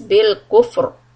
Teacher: When you stop on the letter ra it's going to be heavy because we are going to put a sukun on it, and before that there will be a dhamma. So it becomes bil kufr.